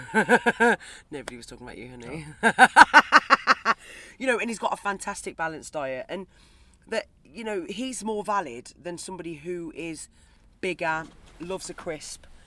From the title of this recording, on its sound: Trapped in a Van in McDonalds Carpark